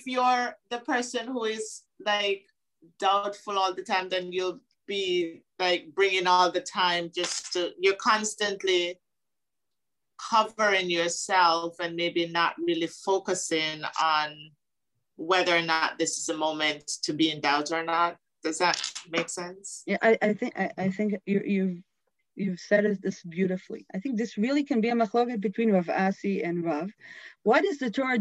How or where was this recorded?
video call